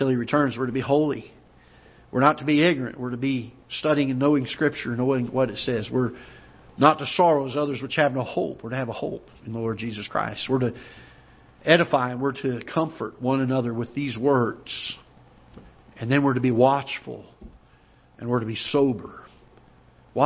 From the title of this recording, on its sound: Ketha Heights Baptist Church ~ Live Broadcast